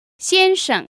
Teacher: together you often hear it as a first tone and a neutral tone.